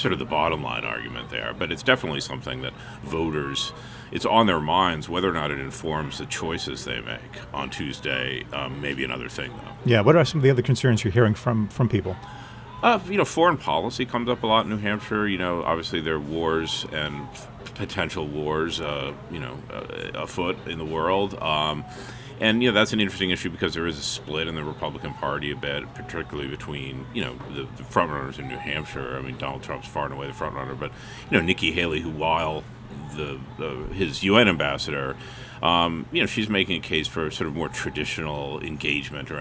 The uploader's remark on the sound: NH Primary updates live from the Tilt'n Diner. We hear from Lakes Region voters about their top issues ahead of the election.